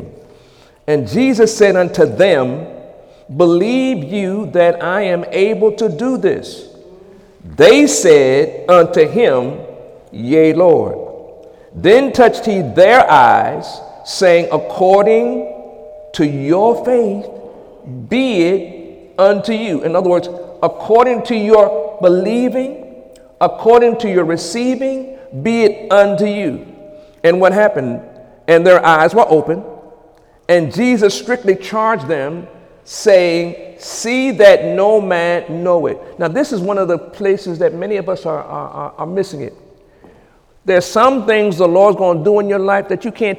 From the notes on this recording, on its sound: During Sunday morning service on January 28, 2018